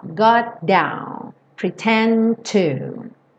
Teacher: Esse encontro das consoantes você faz soar uma vez só.